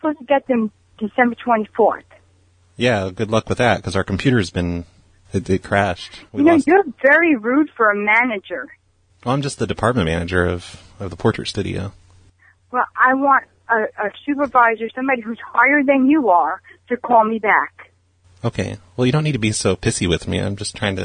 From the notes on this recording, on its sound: Prank Phone Calls Collection